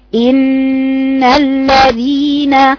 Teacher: بحط طرف لساني في لثة الثنايا العليا · Term: النون المشددة